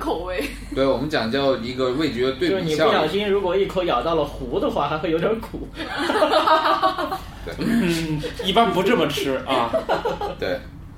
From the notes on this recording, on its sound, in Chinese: 本期节目为在张大妈办公区用录音笔录制，可能有街道上的杂音，请见谅。